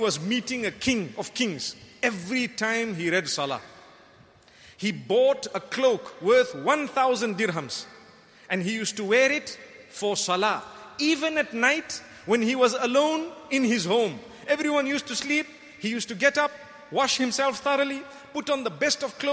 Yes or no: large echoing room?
yes